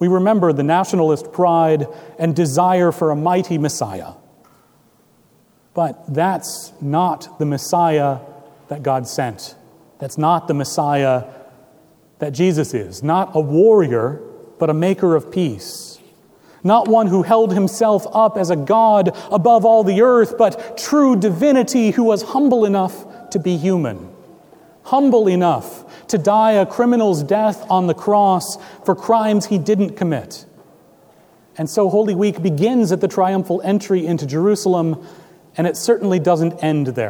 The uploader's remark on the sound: Recorded April 9, 2017 at Trinity Presbyterian Church, Bixby, Okla.